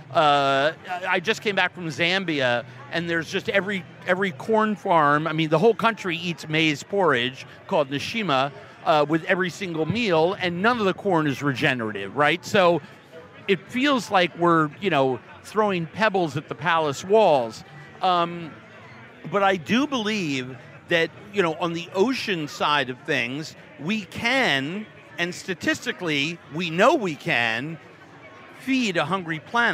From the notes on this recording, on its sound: This episode was recorded live at BottleRock , held in Napa Valley, CA this past Memorial Day weekend.